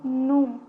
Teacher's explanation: Esse não que precede o verbo, muitas vezes ele é pronunciado como num, com rapidez. Então, o uso do segundo não é usado para reforçar a ideia de negatividade que se perdeu no início da frase, já que foi falado tão rápido.